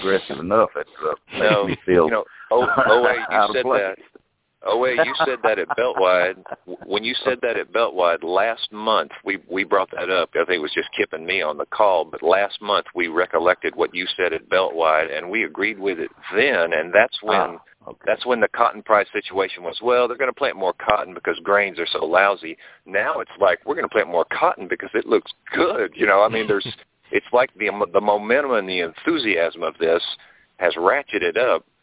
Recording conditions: phone line